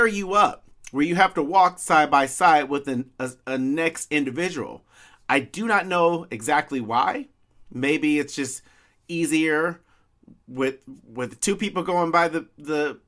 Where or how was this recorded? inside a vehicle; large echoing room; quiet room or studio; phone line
quiet room or studio